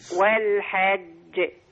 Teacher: الجيم المشددة الموقوف عليها لابد من بيانها